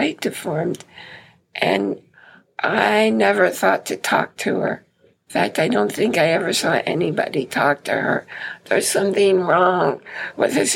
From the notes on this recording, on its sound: The recording was made in her room so you will hear voices in the back ground. You may also notice the absence the usual introductory and closing music and comments.